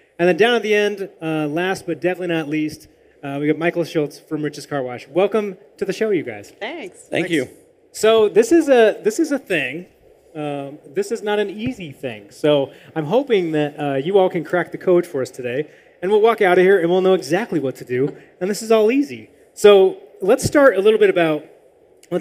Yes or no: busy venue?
yes